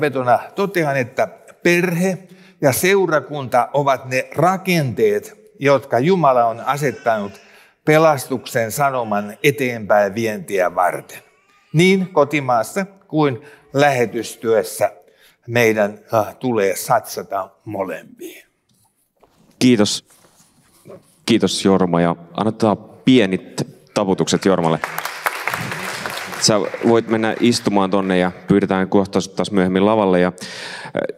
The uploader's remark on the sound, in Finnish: Missioforum -tapahtumassa Kansanlähetysopistolla Ryttylässä 2.9.2023 yleisön edessä äänitetty jakso.